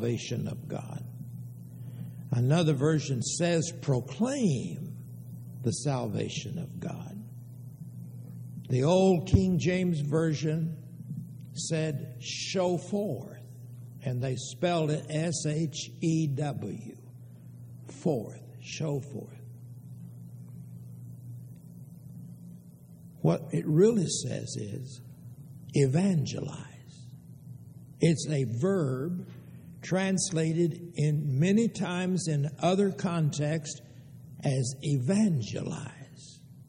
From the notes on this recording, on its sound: Downtown Church Of Christ Audio Sermon